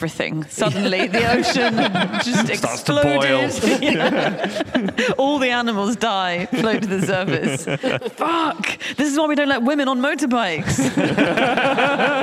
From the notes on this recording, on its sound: Live from Peterborough